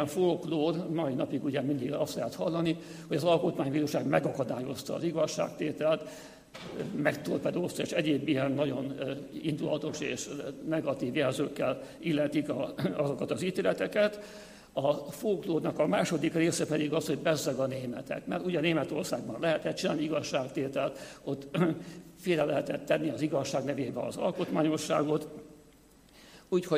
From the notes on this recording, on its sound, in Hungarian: Az Eötvös Csoport és a Társadalmi Reflexió Intézet 2018. Január 17-i "Múltfeldolgozás, ügynökügyek, emlékezetpolitika" című rendezvényének felvétele.